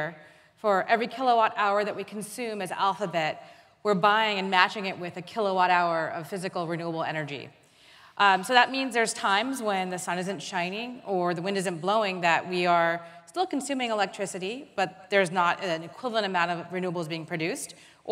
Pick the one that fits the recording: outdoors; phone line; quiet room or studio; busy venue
busy venue